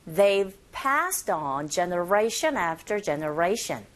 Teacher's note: They가 뒤에 나온 이 have에 축약된 상태로 they've. V 사운드가 아주 약하게 들리게 되죠. 하지만 입의 모양은 잡아주셔야 돼요.